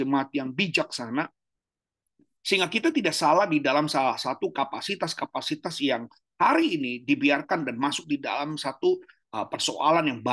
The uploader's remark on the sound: Zoominar